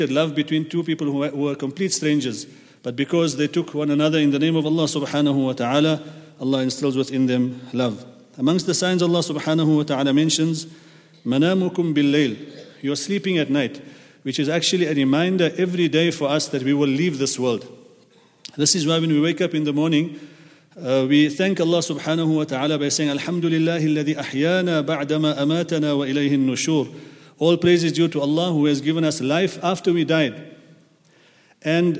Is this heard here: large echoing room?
yes